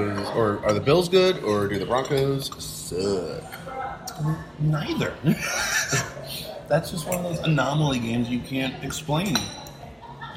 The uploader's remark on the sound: LIVE from Brunch!